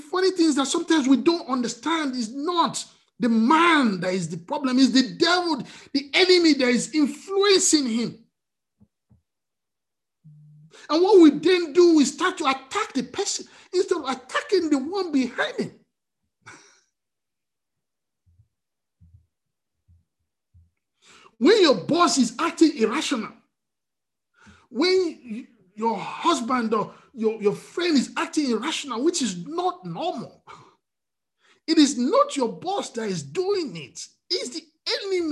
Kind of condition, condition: link, video call